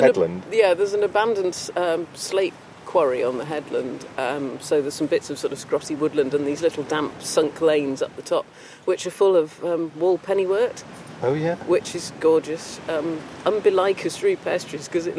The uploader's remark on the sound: Exploring the wildlife and soundscapes of Start Point and Slapton Ley, both of which lie along the south coast of England, in the county of Devon. Start Point is one of the most exposed peninsulas on the English coast, whereas the nearby Slapton Ley is the largest natural lake in south-west England, and a National Nature Reserve.